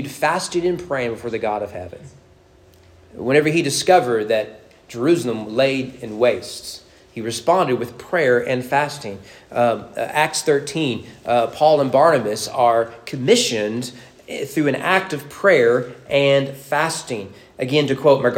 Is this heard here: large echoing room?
yes